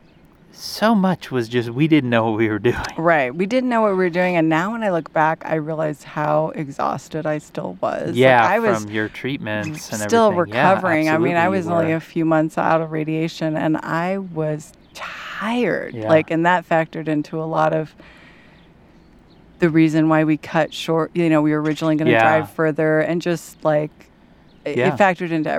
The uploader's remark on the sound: Sitting outside on their last night in Carlsbad, New Mexico. Listen to the final bird calls in Carlsbad.